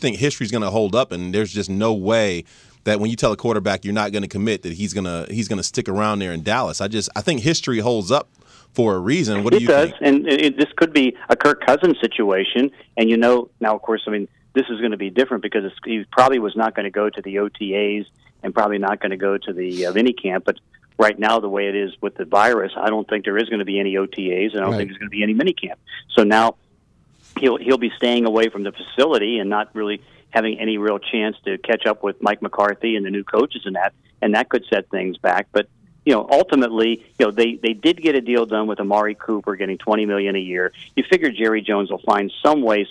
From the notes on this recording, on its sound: Joined on the phone.